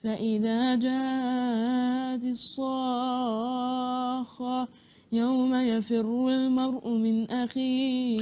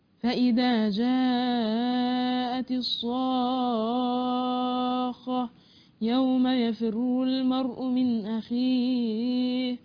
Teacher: فإذا جاءت الصاخة جاءت أربع حركات مدها لكن الصاخة ستة · Shown in: second take